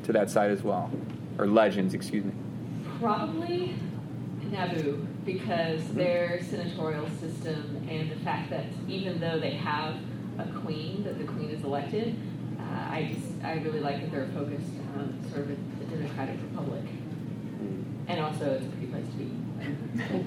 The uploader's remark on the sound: some exclusive audio from Dragon Con 2018, a great panel